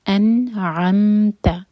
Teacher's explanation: انعمت، پہلا ہے حمزہ ا، ان، سیکنڈ ہے عین، یہ نکلے گا حلق سے. انعمت، تا لائٹ، اور میم پر بھی جھٹکا نہ آئے.